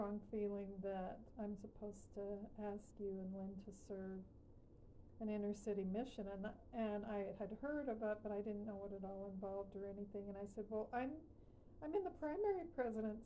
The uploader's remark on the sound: QUIET AUDIO ISSUES